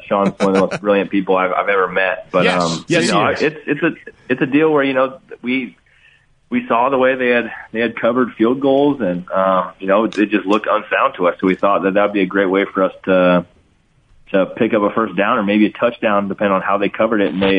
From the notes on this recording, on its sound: Called in to chat.